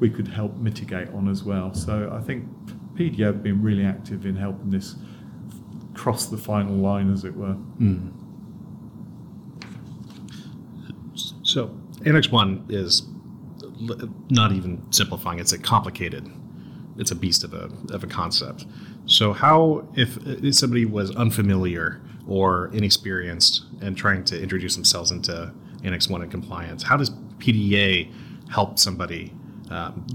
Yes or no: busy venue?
yes